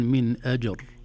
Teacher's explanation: طبعا الحكم هنا هو التفخيم، راء ساكنة وقبلها الساكن لا يعتد به لكن قبلها فتحة